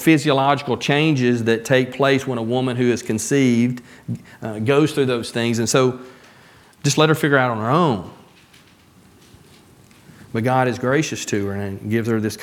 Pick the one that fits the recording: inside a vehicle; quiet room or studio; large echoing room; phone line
large echoing room